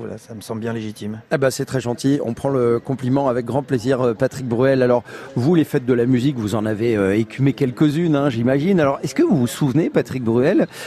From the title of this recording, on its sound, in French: La fête de la Musique en direct de Nice